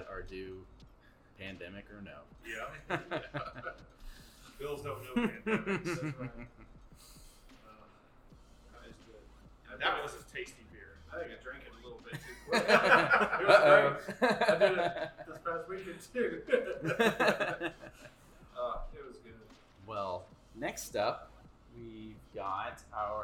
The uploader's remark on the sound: Crazy Gnome Brewery Interview - On site! The host's mics failed us and we failed to bring headsets to keep track of audio fupuckery.